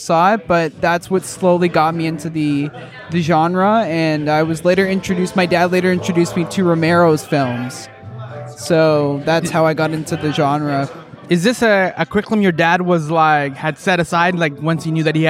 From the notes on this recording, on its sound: Live at location at Horror-Rama. Live at location at Horror-Rama.